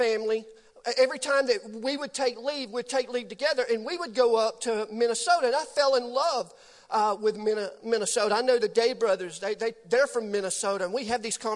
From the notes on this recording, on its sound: Recorded live on 10/14/18 at The Fellowship at Mt Juliet.